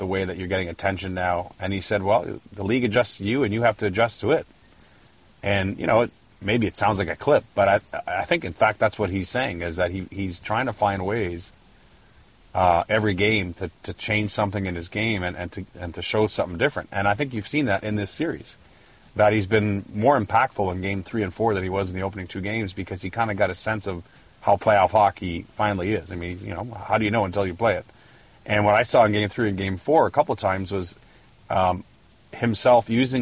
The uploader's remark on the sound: From the cavernous bowels of the Capital One Center.